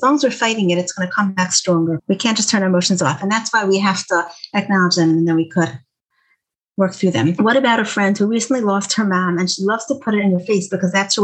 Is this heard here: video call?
yes